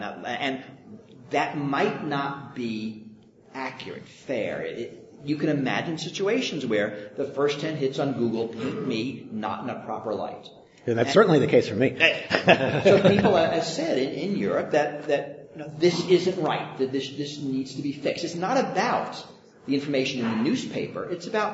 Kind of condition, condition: setting, live audience